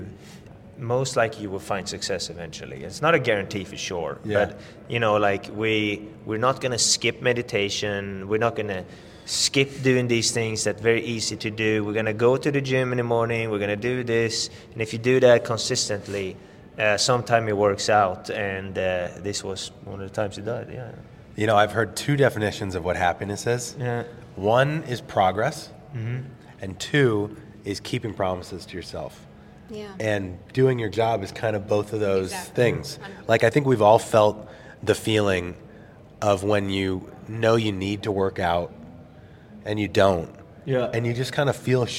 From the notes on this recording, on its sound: live from the PGA Show